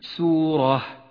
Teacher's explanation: المثال التالي على الراء المفخمة، لاحظها في كلمة سورة، سورة فخمت في هذا الموضع لأنها مفتوحة